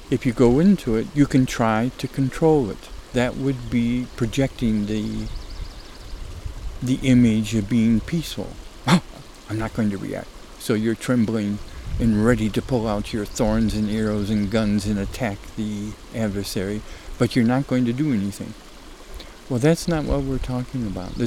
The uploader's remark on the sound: Recorded during mountain May snowmelt. Spring snowmelt on Summit Creek, close to where this dialogue tape was recorded.